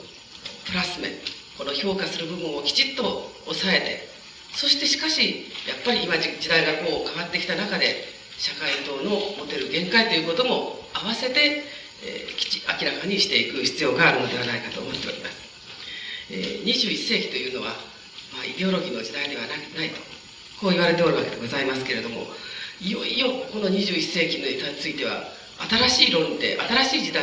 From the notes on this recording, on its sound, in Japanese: 主催：社会党 場所：社会文化会館5階ホール。社会党本部の要請により行われた。音源は客席から録音されているため 反響音や音割れ、ノイズがあり、 音質はあまりよくない。